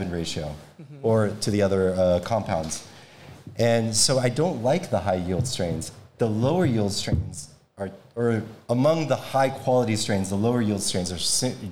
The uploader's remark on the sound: In this live audience episode of Trip On This. Live Demo of how to inoculate a grow bag. Live Q&A.